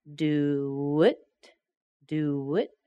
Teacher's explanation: Two vowels there. We've got a little W sound.